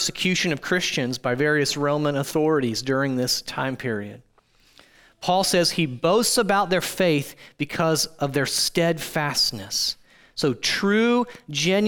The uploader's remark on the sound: audio from New City Church in Champaign-Urbana, IL